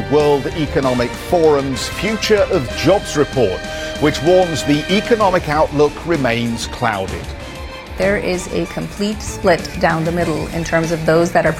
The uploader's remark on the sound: We are live at the WEF Growth Forum in Geneva